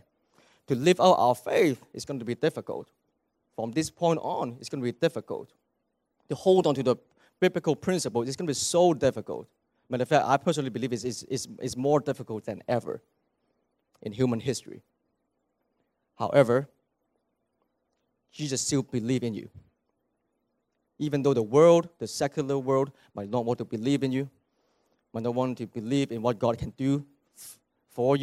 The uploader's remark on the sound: At THRIVE Church Vancouver, Canada.